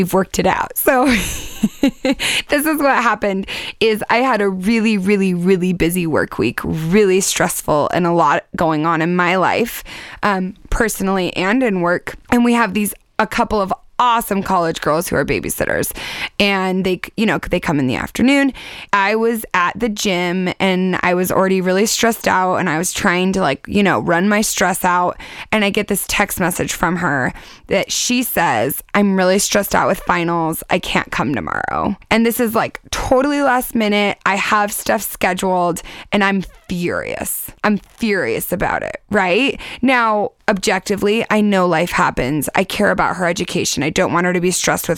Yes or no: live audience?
no